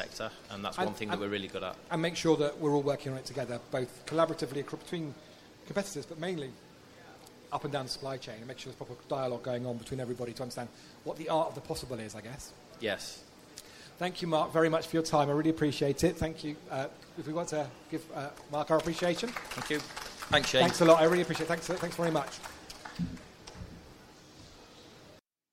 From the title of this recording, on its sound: Cold Chain Podcast Live!